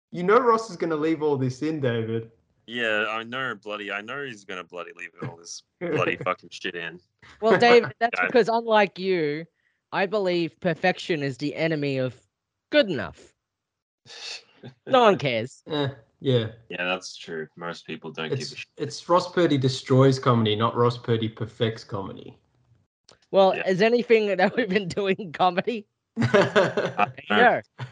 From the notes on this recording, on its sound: do a Skype call